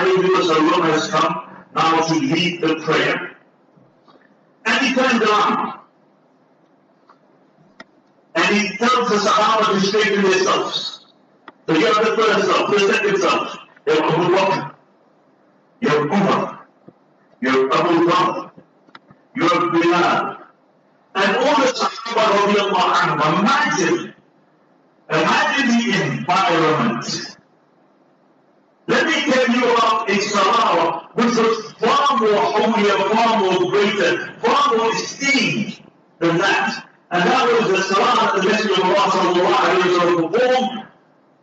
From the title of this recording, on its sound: LIVE JUMAH FROM DARUL ULOOM NEWCASTLE